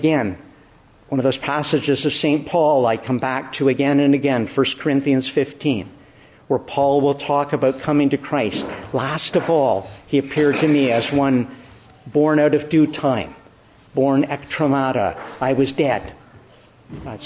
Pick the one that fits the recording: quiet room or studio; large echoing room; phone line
large echoing room